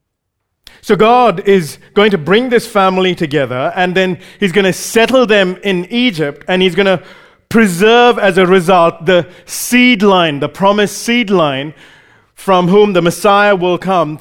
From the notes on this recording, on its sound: Recorded live at Grace Community Bible Church.